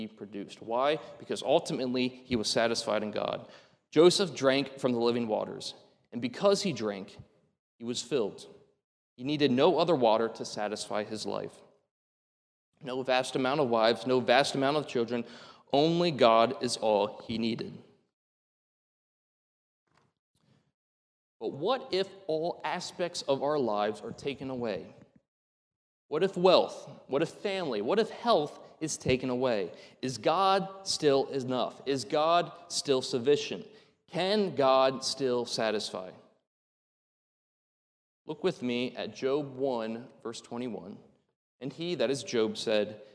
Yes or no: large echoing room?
yes